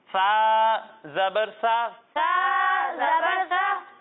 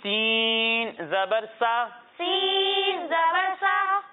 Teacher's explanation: جب ہم سین کی ادائیگی کریں گے تو اس میں سیٹی کی آواز آئے گی · Shown in: second take